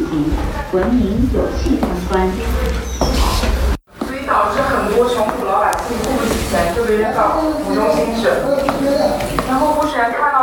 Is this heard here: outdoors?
yes